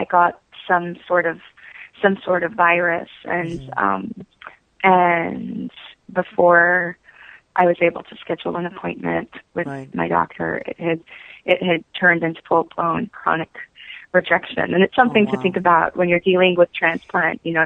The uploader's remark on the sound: spoke by phone with her